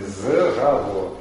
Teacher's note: Там нужно редуцировать первый гласный